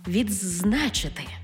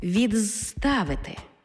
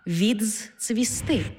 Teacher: Коли звуки «д» або «т» стоять перед свистячими «с», «з», «ц», «дз», відбувається їхнє повне уподібнення. Вони зливаються з відповідними їм свистячими звуками.